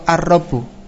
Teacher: Yang tadinya al-rabbu menjadi lamnya berubah menjadi ra · Term: idgham